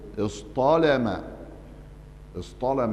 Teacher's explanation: فالتاء بقت ايه طاء لانها جت ورا الصاد